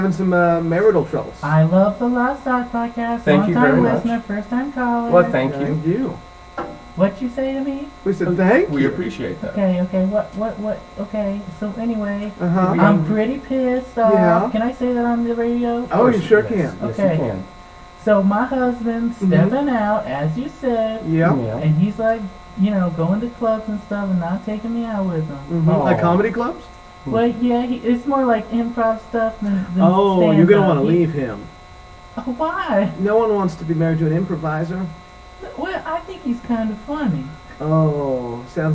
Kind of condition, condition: fault, hum or buzz